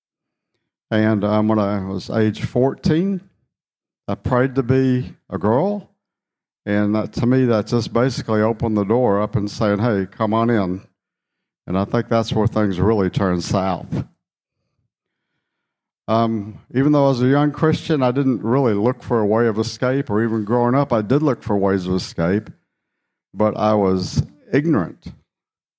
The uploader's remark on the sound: Session #2 of the Skyfall 2023 Conference.